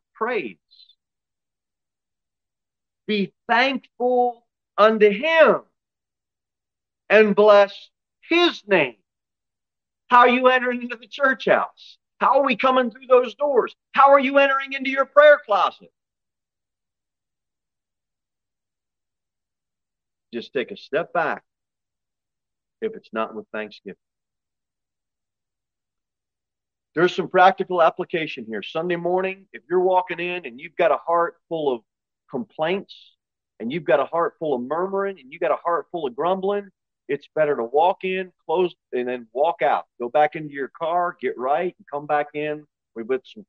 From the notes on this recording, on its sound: Sermon delivered at Pilgrim Baptist Church on Thursday, June 29, 2023, at 6:15 pm. Jere Whitson Rd.